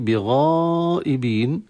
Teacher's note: الغين من حروف التفخيم، ولهذا الألف الآن تتبع ما قبلها فتفخم